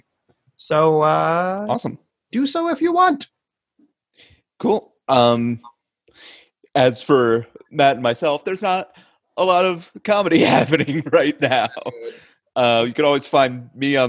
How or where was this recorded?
video call